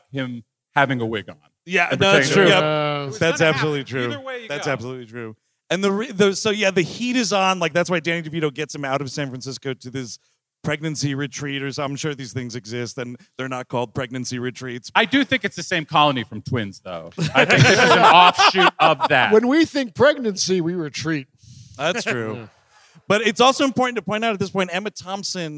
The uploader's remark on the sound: At the historic Orange Peel in Asheville, North Carolina. The guys are live in Asheville, NC.